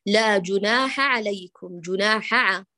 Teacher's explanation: وتدغم الحاء في العين، وتصبح العين الأغلب، يصبح هكذا صوتها، لا جناح عليكم، جناح، والحاء ذهب حقها، هذا في أفضل الحالات. · Term: دمج وإدغام